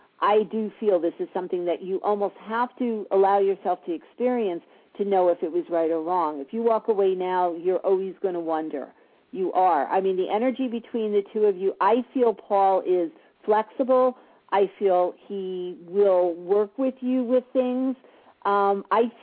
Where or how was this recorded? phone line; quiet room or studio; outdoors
phone line